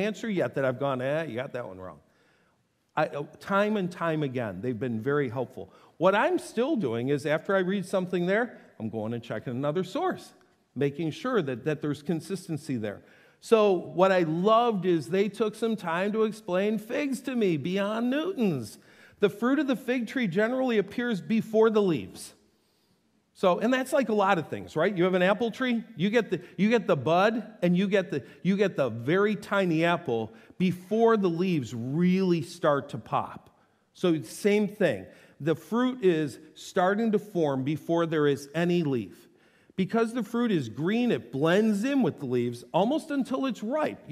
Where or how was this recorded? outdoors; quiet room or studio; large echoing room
large echoing room